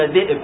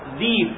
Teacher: بعض العرب كانوا يحولونها إلى ياء، لا يقولون ذئب إنما يقولون ذيب · Shown in: second take